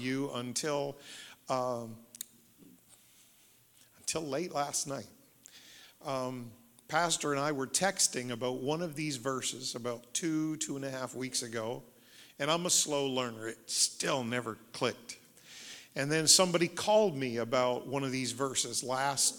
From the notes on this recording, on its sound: Sunday Morning Service. The Anchor Church of Zanesville, Ohio.